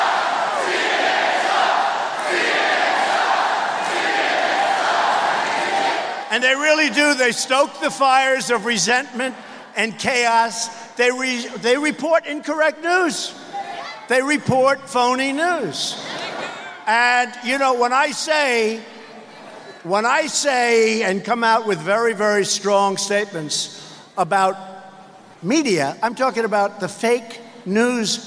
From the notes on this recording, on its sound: Campaign Rally in Wheeling, West Virginia